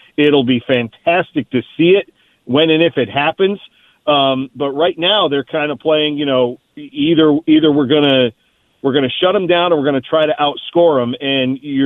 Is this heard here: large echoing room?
no